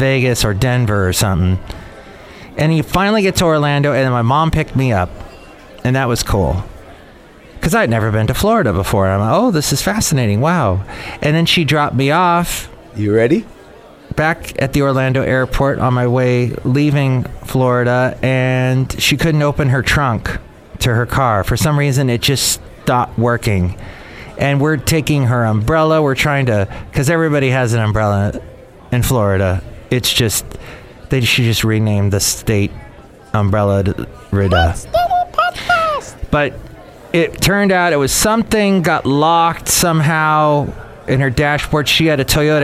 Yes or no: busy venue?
yes